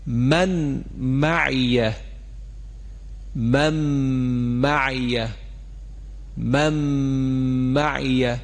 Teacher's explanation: نون که در میم ادغام شد صفت غنه نون آمد در میم مشدد، لذا صدای میم مشدد رو ما به میزان دو حرکت کشیدیم · Term: ادغام با غنه